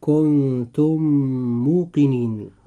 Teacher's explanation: الكلمة الأولى تنتهي بحرف الميم الساكن، أما الكلمة الثانية وهي كلمة موقنين تبدأ بحرف الميم المتحرك، فإذا جاء حرف الميم المتحرك بعد ميم ساكن فوجب هنا إدغام، ويسمى إدغام مثلين صغير